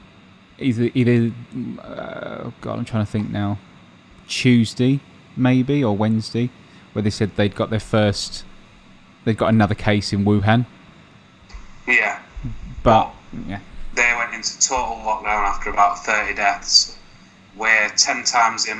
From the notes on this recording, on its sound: With the restrictions in place we conduct this episode via Skype, thanks Corona!